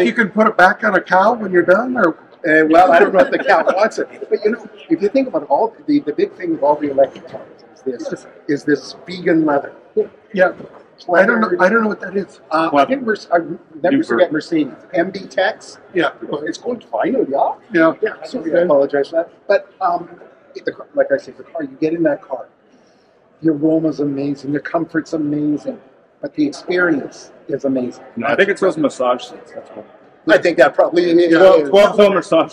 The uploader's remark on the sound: This special "Ambush Interview" from Driving Sales 2022 in Las Vegas.